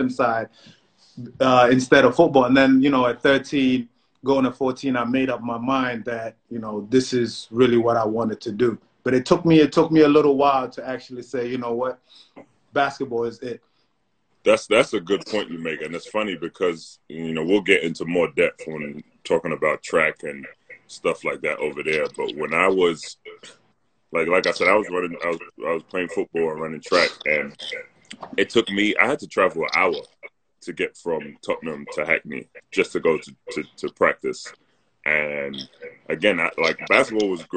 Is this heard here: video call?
yes